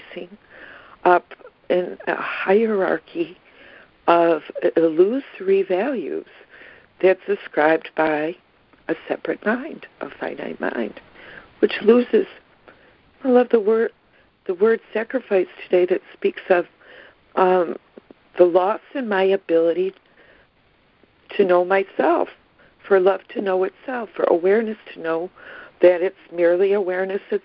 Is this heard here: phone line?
yes